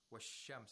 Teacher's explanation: we have to pronounce the sheen with tashdeed without pronouncing the lam sakina · Term: sun letter